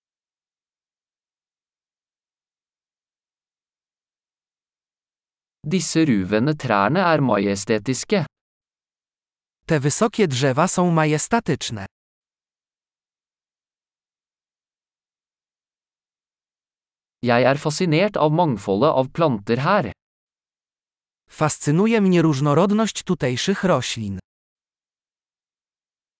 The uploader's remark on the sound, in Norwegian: Lyden av den ravende bekken er terapeutisk.